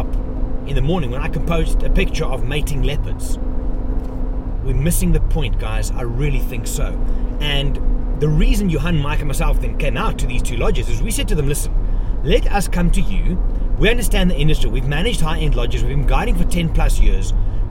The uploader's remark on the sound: Driving Back From Thornybush. In this episode I share some thoughts while driving back from the bush after a week of colabs and content.